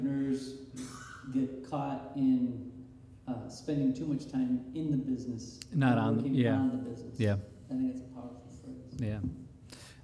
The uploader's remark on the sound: It was taped in front of a live audience this past July at MVCC’s thINCubator. Featured a fireside chat.